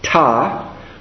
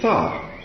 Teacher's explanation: when you start a word off, you say ta, but in the middle of the word, after a vowel, you say tha. · Term: Begad Kefat